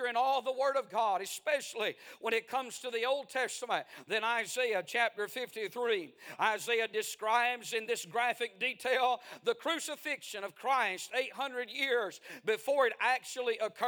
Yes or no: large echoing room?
yes